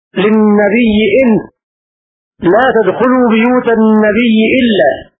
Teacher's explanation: يقرأ بياء مبدلة من الهمزة مشددة وصلا في وضع الأحزاب للنبي إن لا تدخلوا بيوت النبي إلا حتى لا تسهل الهمزة فيضيع المعنى.